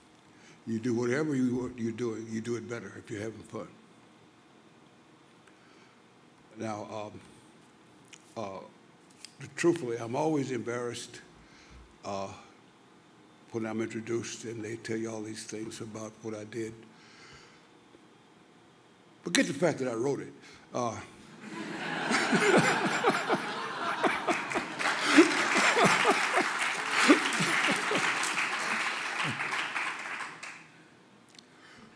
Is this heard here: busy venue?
yes